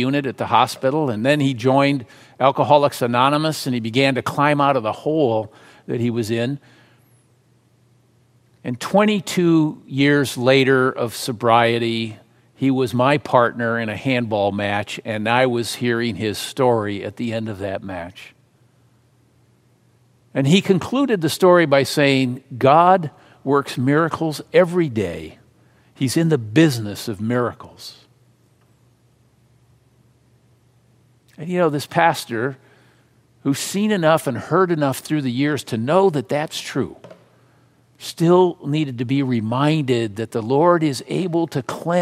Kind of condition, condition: setting, large echoing room